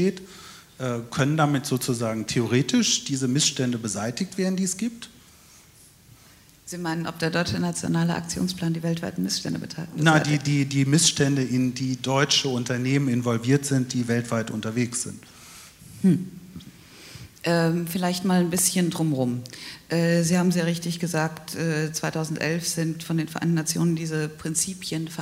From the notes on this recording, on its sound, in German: Podiumsdiskussion zum «UN Treaty on business and human rights»-Prozess in Berlin.